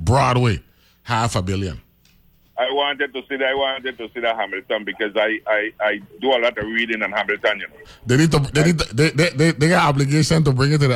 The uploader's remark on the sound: briefly speaks on the phone